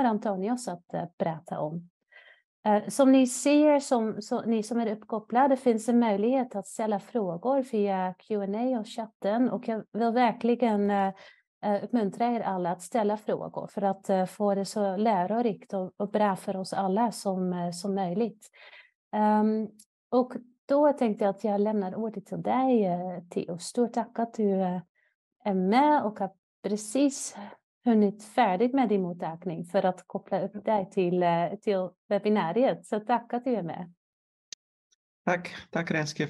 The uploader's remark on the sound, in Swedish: Ljudinspelningen från SOF:s webbinarium om Bröstonkologi som sändes 16/5 -2023.